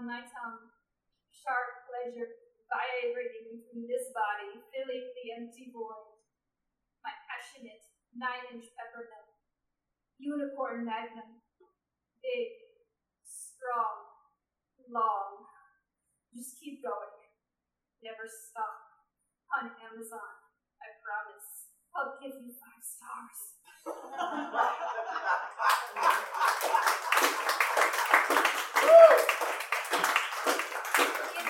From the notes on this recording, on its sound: This is the audio from that event. At The Low Beat on Tuesday, August 4, 2015.